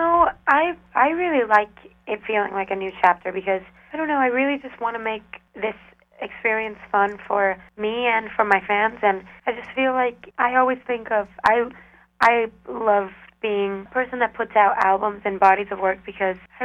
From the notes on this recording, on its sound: speak on the phone